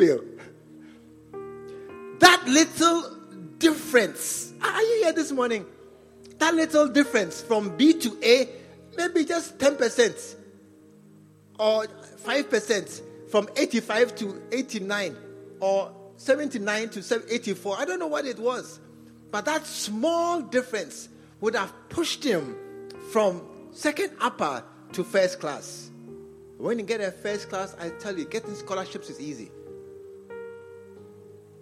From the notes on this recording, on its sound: Preached at the True Vine Cathedral, Bantama